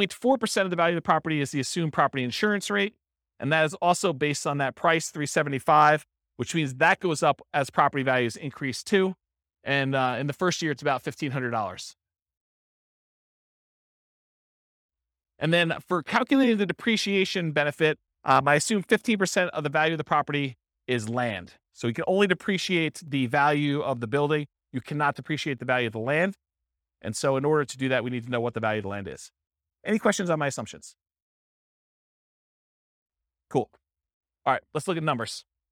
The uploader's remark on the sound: This was a live class recorded